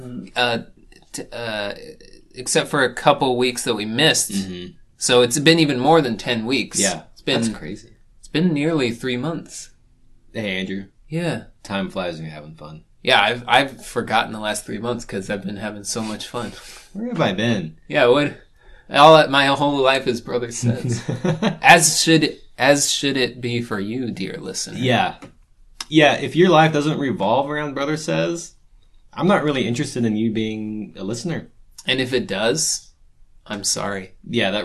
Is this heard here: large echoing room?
no